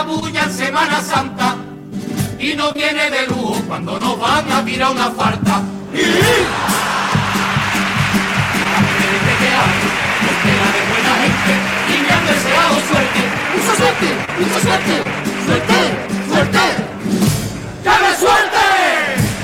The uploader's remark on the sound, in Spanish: En directo desde el Gran Teatro Falla de Cádiz. Retransmisión del Concurso Oficial de Agrupaciones Carnavalescas del Carnaval de Cádiz 2024 en Onda Cero Cádiz.